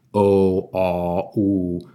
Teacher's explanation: And another class of vowels called back vowels, that's your o, a, u. There your tongue is way in the back of the mouth and they sound kind of big and round.